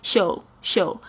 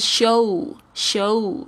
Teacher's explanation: 这个 show，这边的 O W 是发 O 的这个发音，它也是一个双元音的这个形式，所以你要发得很全 · Shown in: second take · ，你不要就是秀，秀，而是 show，show